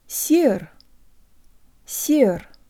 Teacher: The first syllable almost rhymes with the English word air, and the S is soft, meaning you can almost hear a Y sound built into the S